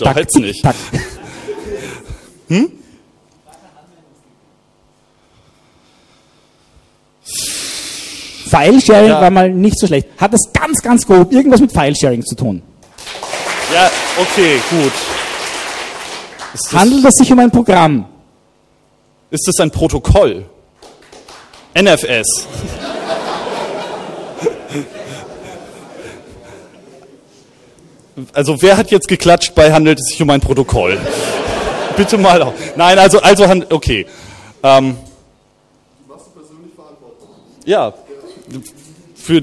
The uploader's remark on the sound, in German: eine kleine Unterhaltungsshow mit Publikumsbeteiligung